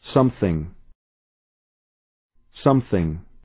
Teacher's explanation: دقت کنید که تینگ نگید. باید نوک زبونی بگید.